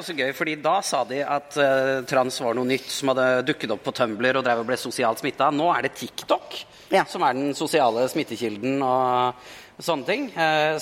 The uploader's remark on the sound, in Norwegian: Live fra Arctic Pride